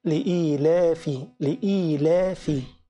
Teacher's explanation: ما تمدش اللام أو خليها طبيعية حركتين